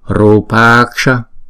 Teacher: Hai chữ A này chúng ta sẽ ghép lại thành một chữ A dài. Thì chúng ta đọc là Rupaksha.